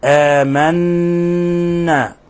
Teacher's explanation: ولا تتحقق هذه الغنة المشددة حرف الغنة إلا بإطباق طرف اللسان مع أصول الثنايا العليا. آمنا مقدار حركتين.